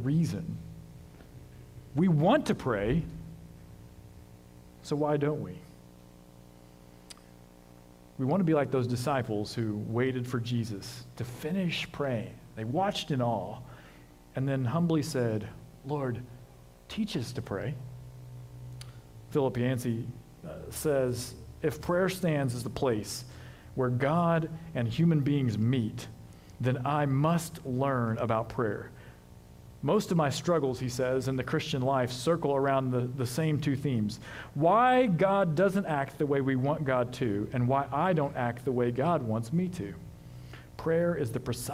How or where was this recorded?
large echoing room